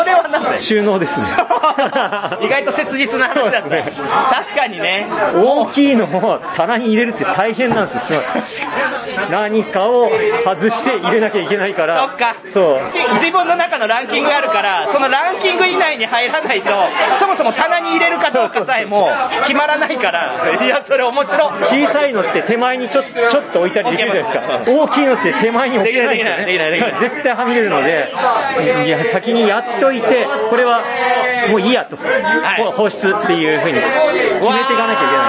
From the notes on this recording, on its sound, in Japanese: 店内収録のため、騒音雑音が激しく入っております。